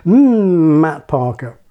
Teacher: Like vowels, these let the voice out more or less unimpeded. In M, for example, the mouth may be shut, but the sound gets out freely through the nose.